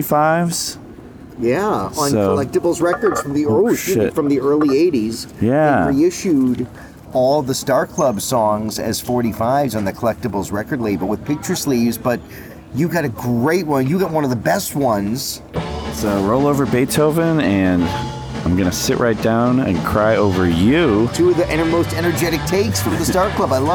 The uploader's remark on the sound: Beatlefest 2023 Part 2: Live from the Fest Floor.